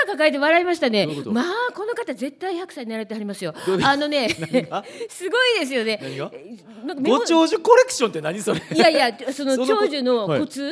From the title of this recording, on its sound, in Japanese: 公開収録